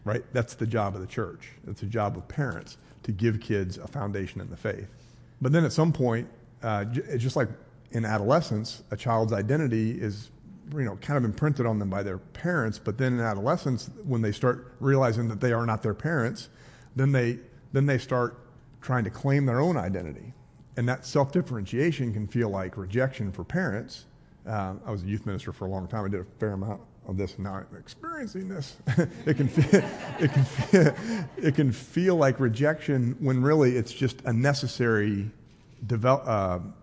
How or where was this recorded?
live audience